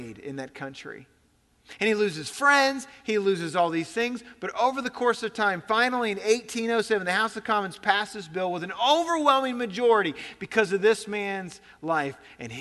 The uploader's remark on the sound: At Graceland Baptist Church in New Albany, Indiana.